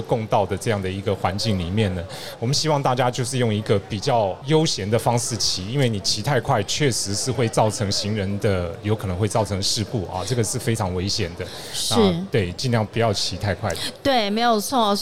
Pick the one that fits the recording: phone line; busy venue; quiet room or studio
busy venue